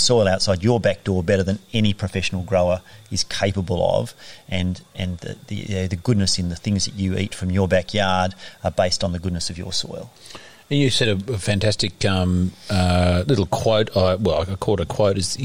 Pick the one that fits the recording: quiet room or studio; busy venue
busy venue